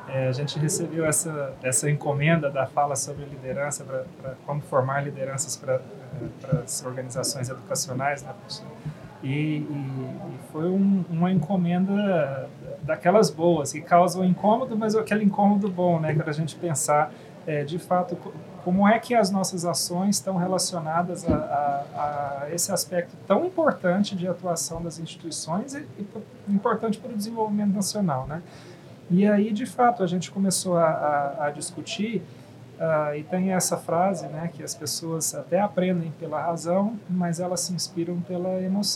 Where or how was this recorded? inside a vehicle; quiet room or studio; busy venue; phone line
busy venue